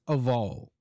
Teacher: It's a V sound, not an F sound.